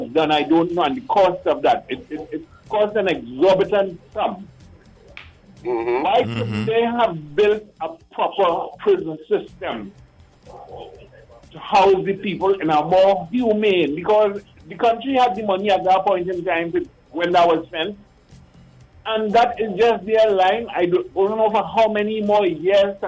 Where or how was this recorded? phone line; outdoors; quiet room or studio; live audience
phone line